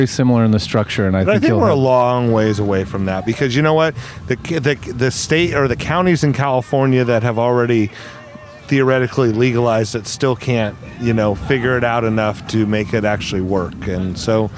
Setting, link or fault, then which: setting, busy venue